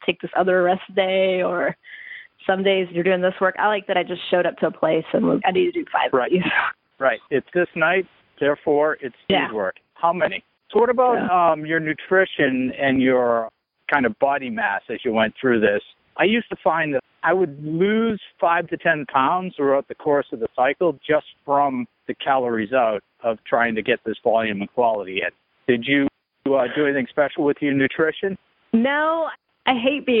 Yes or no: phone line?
yes